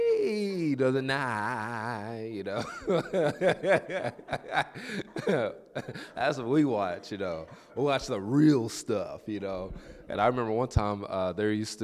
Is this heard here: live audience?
yes